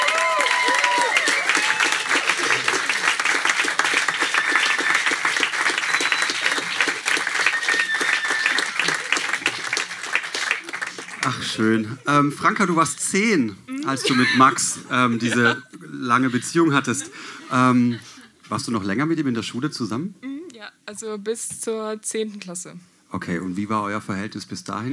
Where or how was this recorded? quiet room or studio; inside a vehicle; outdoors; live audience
live audience